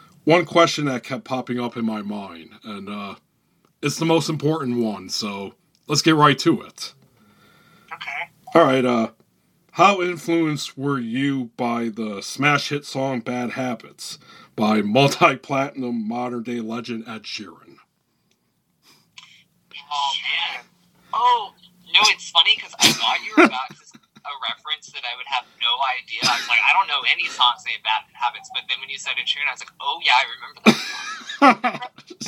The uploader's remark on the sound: Recorded via phone in Grand Rapids, Michigan, and Austin, Texas, on Wednesday, March 23rd, 2022.